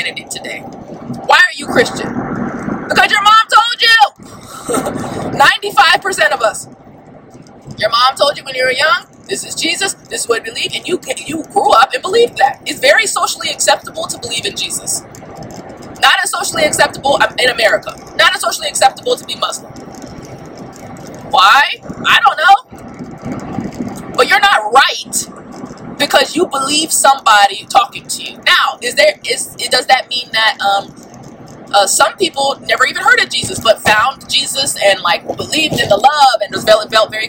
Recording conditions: inside a vehicle